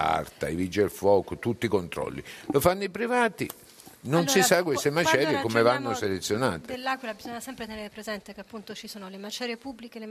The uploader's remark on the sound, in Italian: In diretta da piazza Duomo a L'Aquila.